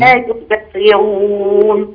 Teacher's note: بيني تفخيم الصاد المكسورة